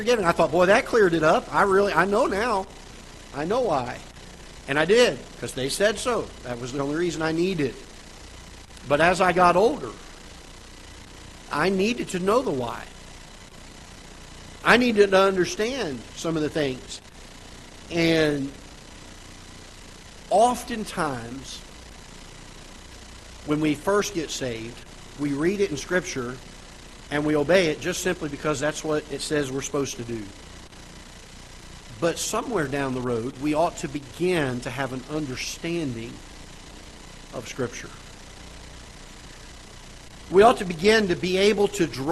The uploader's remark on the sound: Ketha Heights Baptist Church ~ Live Broadcast